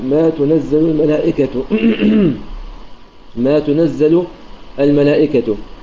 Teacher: فتكون قراءة شعبة بضم التاء وفتح الزاي